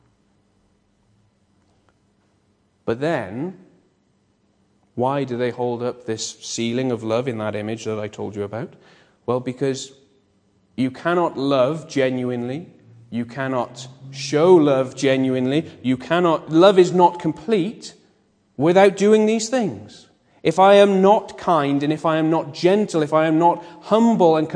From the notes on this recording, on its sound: Bethel Evangelical Church in Gorseinon